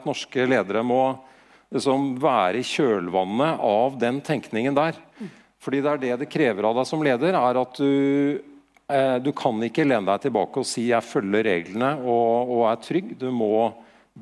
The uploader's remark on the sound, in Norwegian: Direkteopptak fra Digital fremtid. Digital fremtid – konferansen som skal få fart på digitaliseringen av Norge.